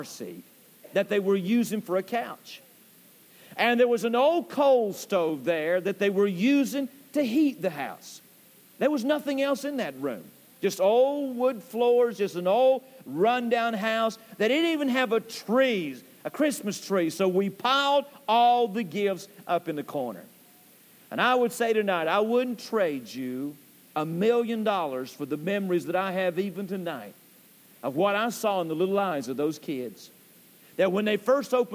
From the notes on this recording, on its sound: Temple Baptist Church Archive Podcast. During the PM service.